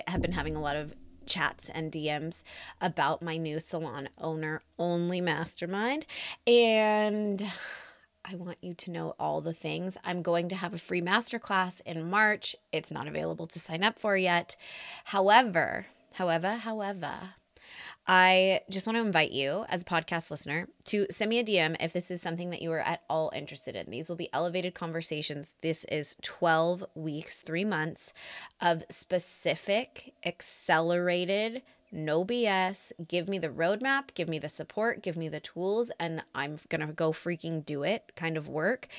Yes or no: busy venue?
no